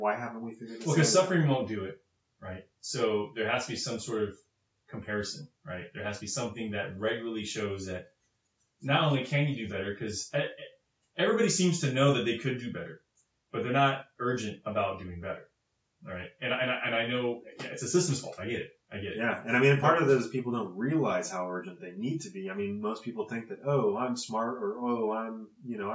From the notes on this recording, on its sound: Sorry about the poor audio quality, it sounded good when we recorded it but apparently something was off.